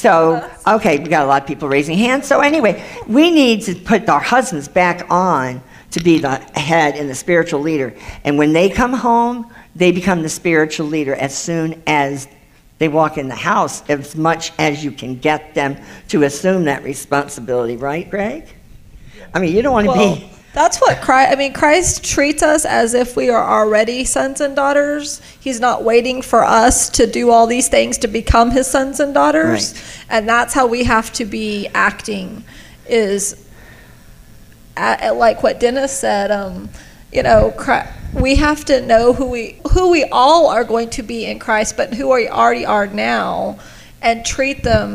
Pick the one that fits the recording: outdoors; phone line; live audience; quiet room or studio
live audience